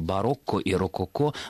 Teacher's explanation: высокий стиль произношения предполагает все-таки «о» на конце